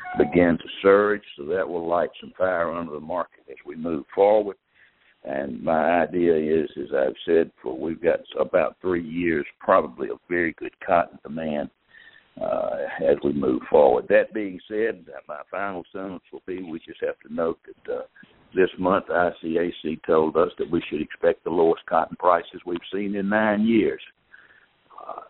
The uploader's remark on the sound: Ag Market Network's Monthly Conference Call